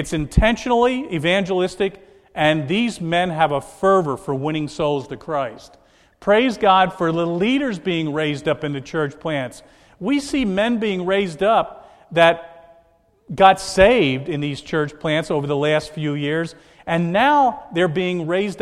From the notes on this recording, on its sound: This is a message recorded at the Lebanon Bible Fellowship Church, in Lebanon, PA, on 8/3/2014 during the evening service